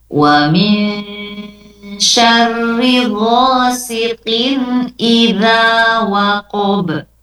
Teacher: Huruf ba memantul juga. · Memantul lagi huruf qaf